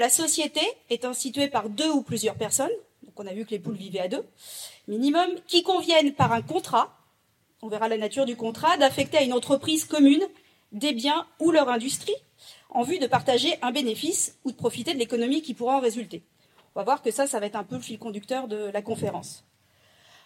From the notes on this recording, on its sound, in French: lors de cette conférence donnée aux Rencontres des intelligences animales 2023